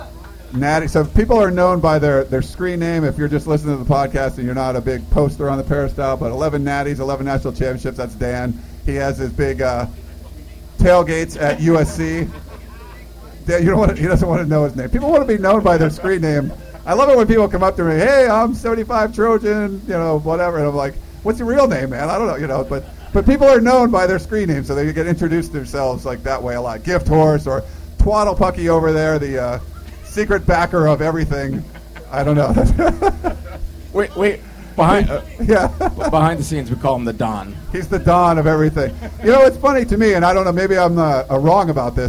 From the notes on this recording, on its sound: We recorded a very special podcast with a live audience of USC fans that gathered to celebrate the newest crop of Trojans.